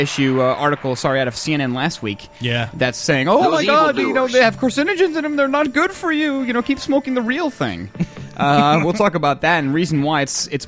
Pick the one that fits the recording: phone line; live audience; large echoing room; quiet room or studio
phone line